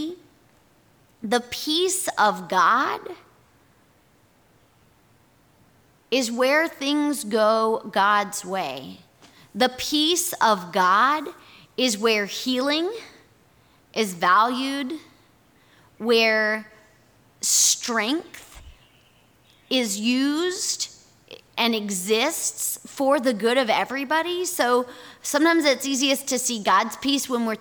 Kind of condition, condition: setting, large echoing room